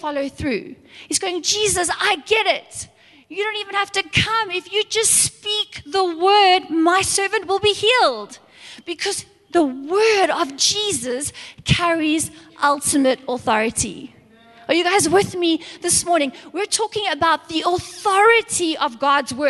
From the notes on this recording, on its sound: Recorded live on Sunday the 7th August 2022